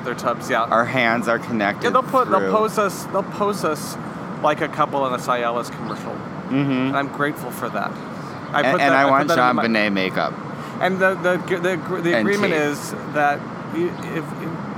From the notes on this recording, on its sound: Test out a new mic during our lunchtime walk by the river.